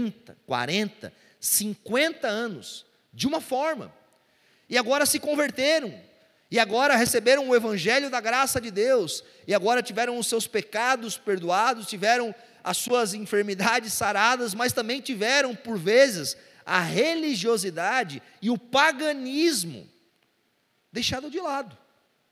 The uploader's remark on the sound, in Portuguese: Culto Domingo (Onda Dura Belo Horizonte). Local gravação: Onda Dura Belo Horizonte.